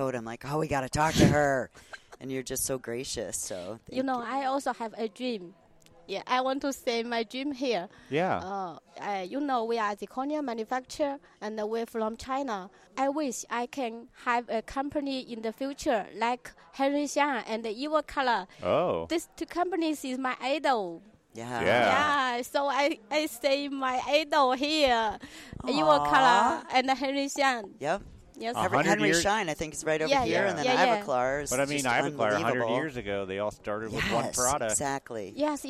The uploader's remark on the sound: Living It Up From the Ivoclar Ballroom at Lab Day Chicago. They bring you three more conversations from the Ivoclar Ballroom at LMT Lab Day Chicago 2023.